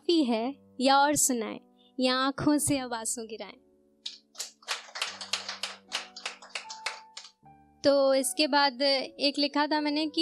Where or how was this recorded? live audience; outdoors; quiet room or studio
live audience